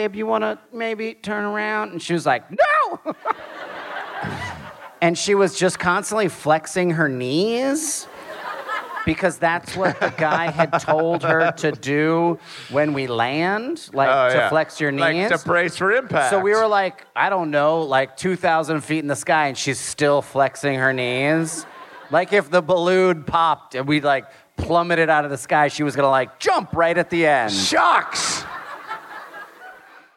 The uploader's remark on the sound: Live from Atlanta. Live podcast in Atlanta!